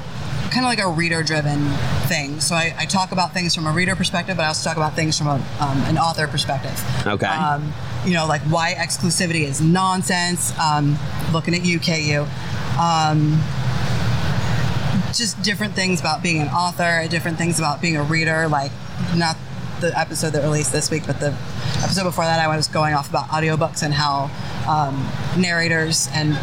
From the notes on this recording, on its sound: Today they have an awesomely spooky episode filled with surprise guest interviews, live from Spookala Tampa!